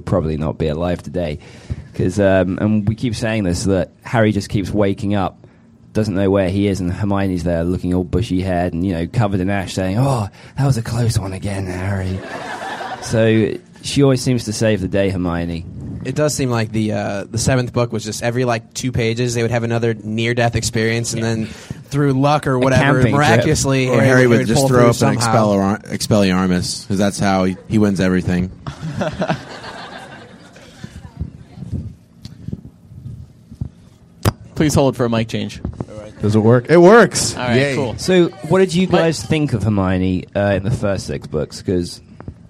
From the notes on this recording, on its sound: MuggleCast is LIVE from Novi, Michigan this week.